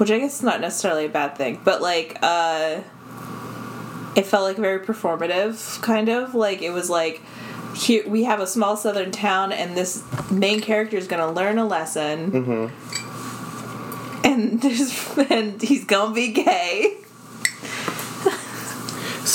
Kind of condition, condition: fault, sounds in the background